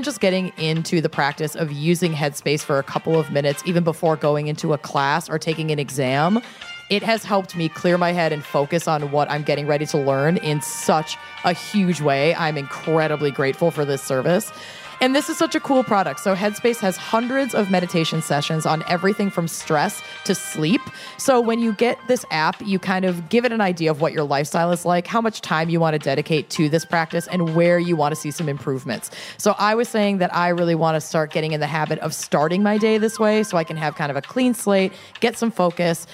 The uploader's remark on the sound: Boston LIVE. At a live show in Boston.